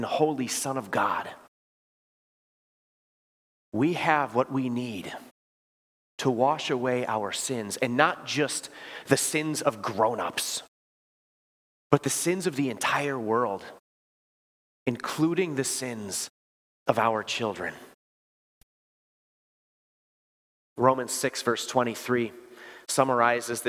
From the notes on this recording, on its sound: Preached this sermon at Bethany's Sunday worship on October 15, 2023. Bethany, Appleton, WI.